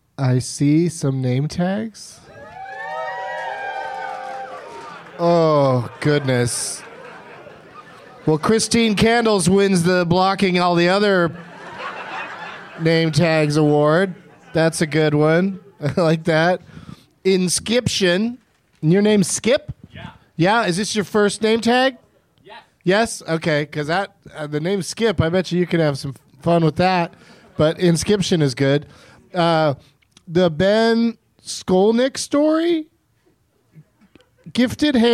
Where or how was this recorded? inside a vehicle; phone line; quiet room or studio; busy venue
busy venue